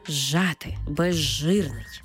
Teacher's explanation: Тобто з перетворюється на ж і маємо цей подовжений звук ж.